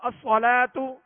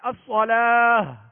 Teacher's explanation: آخر میں ہا کی آواز نکالیں گے، ہائے ساکنہ کی آواز نکالیں گے · Shown in: second take · یہ گول تا کے لیے.